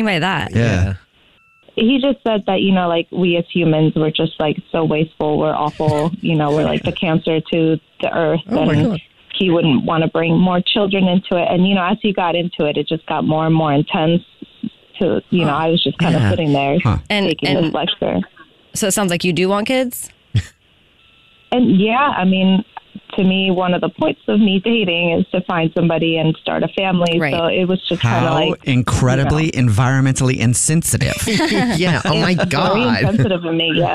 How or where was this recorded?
phone line